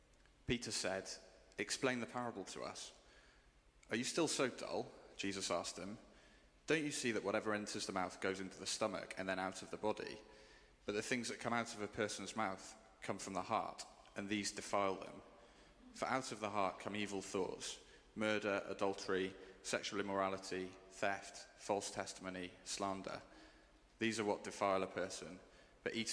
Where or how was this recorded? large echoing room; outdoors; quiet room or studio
large echoing room